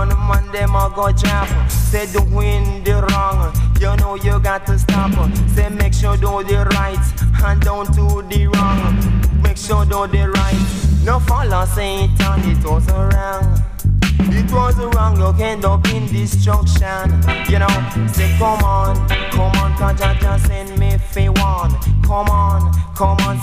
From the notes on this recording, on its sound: Recorded in a cafe Shapiroots. The show was recorded at the Shapira Cafe.